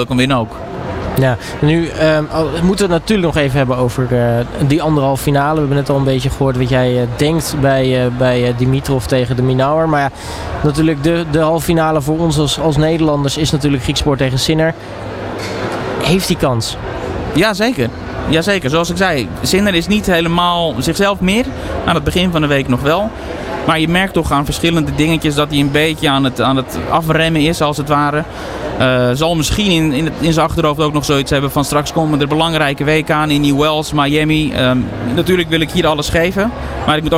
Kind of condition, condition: setting, busy venue